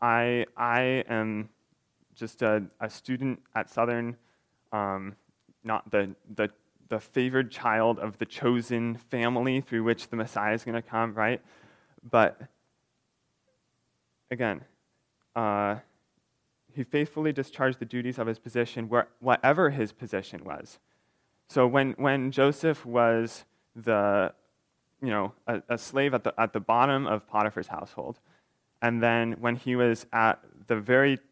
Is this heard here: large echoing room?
yes